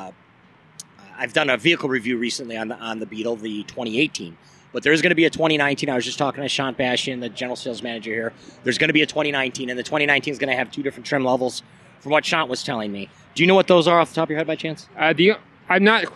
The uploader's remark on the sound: Oktoberfest Car Show – SoCal’s Annual Volkswagen. This on-site podcast recorded live during the event. In Ontario, CA. Obviously as you can hear by the background noise, this is a…live podcast is a complete oxymoron, right?